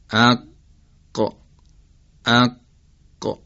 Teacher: موضع سوم زبان هست، یا به عبارت دیگه دهان، که دارای ده مخرجه. مخرج اول انتهایی ترین نقطه زبان و انتهایی ترین قسمت کام بالاست که مخرج قافه